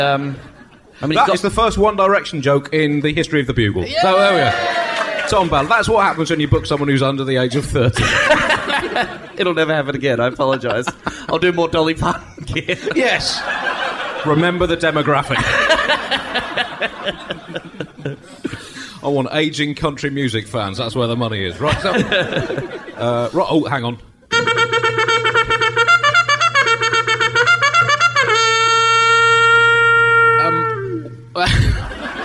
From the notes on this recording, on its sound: LIVE IN AUSTRALIA! The Bugle makes it's live debut in Australia!